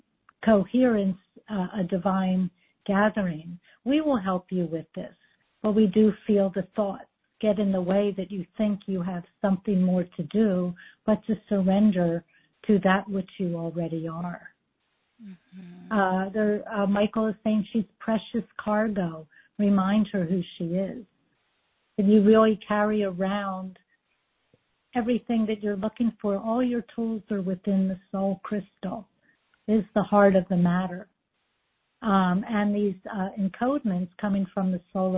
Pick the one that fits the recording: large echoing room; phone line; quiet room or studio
phone line